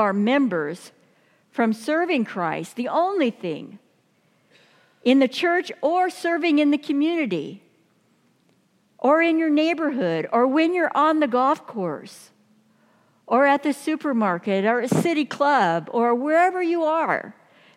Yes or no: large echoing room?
yes